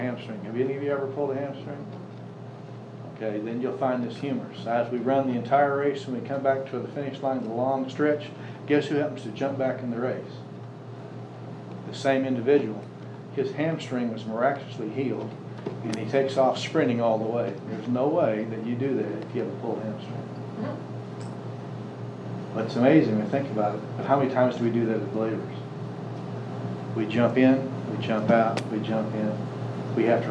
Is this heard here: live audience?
yes